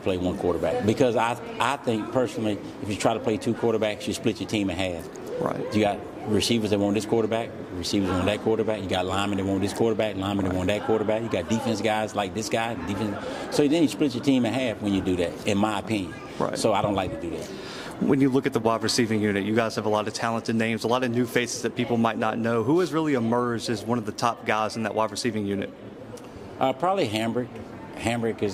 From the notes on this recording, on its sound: live from SWAC Media Day in Birmingham, Alabama.